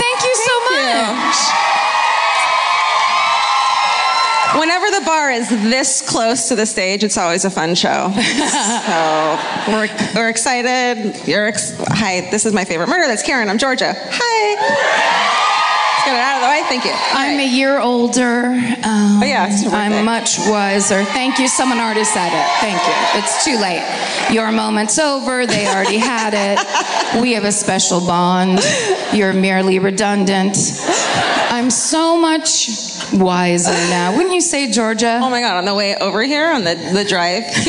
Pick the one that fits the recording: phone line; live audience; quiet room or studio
live audience